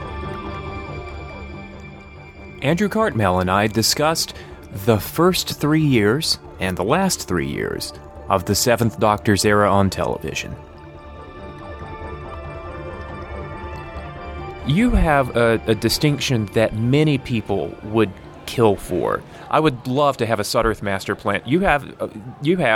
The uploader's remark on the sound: recorded at TimeGate 2013 in Atlanta